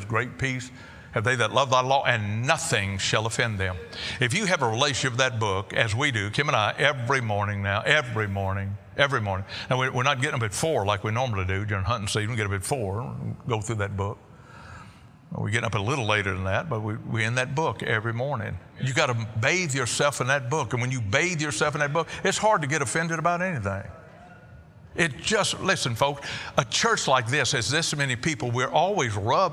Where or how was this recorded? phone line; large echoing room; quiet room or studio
large echoing room